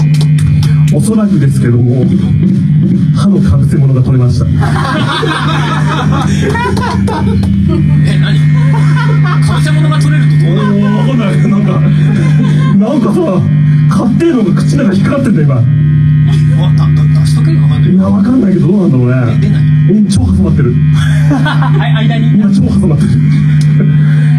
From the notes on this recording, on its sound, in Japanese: アニマルミュージックRADIO公開収録 兼 アニキャスミニライブ vol.2 の模様をお届けします。今回は公開収録ということで、出来るだけ間などはカットしない方向でお送りします。現場の空気感コミコミでお楽しみ下さい。